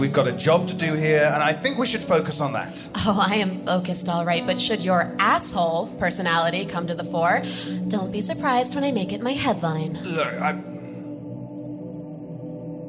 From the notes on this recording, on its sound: The performance of Sleepless Live at the Highline Ballroom in New York City on March 3, 2017. Sleepless Live in NYC. This special bonus episode features the performance of Sleepless Live at the Highline Ballroom in New York City.